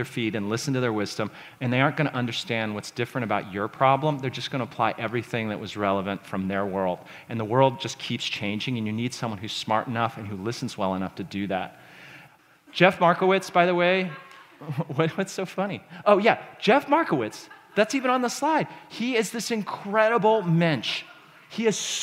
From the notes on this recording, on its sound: This talk was recorded at The Scaleup Offsite, an event focused on scaling companies co-hosted by Greylock Partners and YC Continuity.